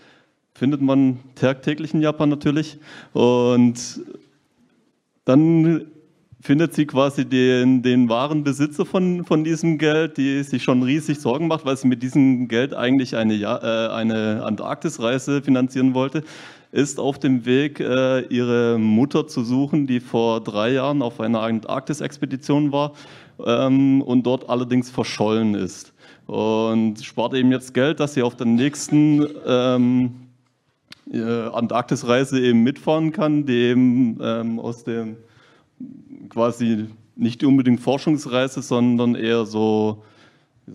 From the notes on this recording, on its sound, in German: Für die diesjährige Connichi haben wir uns etwas ganz Besonderes überlegt. Dies ist die nachbearbeitete Aufzeichnung auf unseren Kanälen mit Trailern und den Fragen des Publikums.